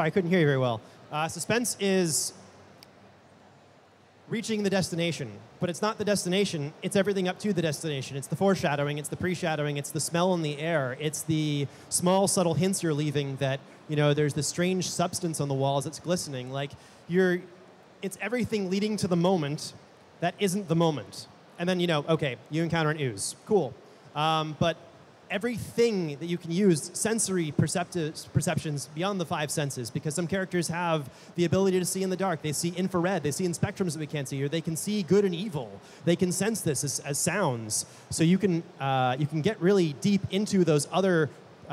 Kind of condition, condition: setting, live audience